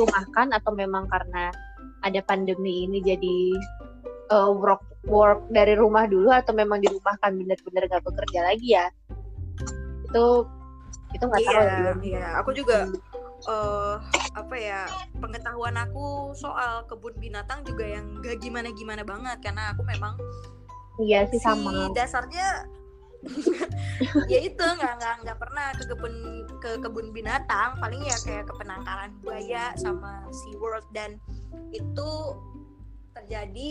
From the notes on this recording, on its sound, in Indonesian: Episode kali ini direkam jarak jauh, jadi banyak percakapan yg mungkin hilang sebagian karena keterbatasan perangkat.